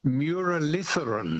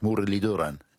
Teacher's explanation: It is Mudaliduran. Yes, the th is a d, which is a dental t with, I think, your tongue touching your teeth · Shown in: second take · Mudaliduran.